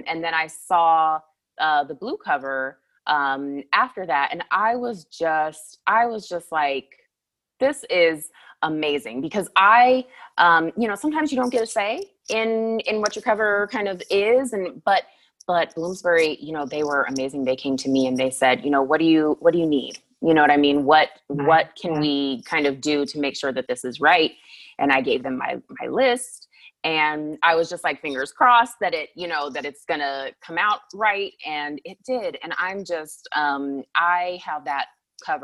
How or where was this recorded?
video call